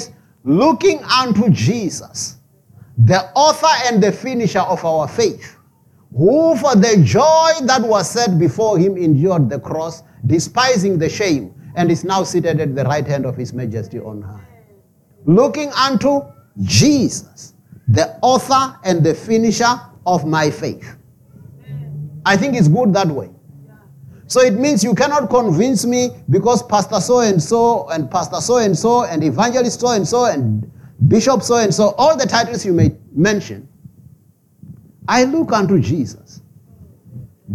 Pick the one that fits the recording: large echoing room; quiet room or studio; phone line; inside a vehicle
large echoing room